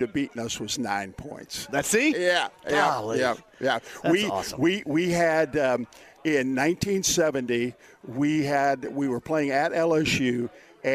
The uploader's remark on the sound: Live From Horshoe Indianapolis